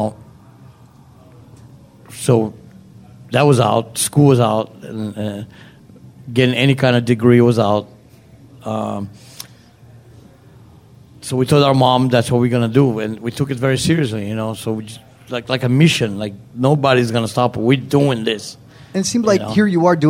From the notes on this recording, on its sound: Our first ever live podcast interview. We took some time before his show in Austin.